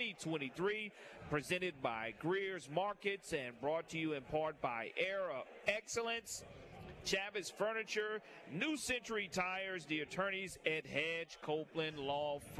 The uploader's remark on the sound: Live at SEC Media Days. The Nashville SEC Media Day Two!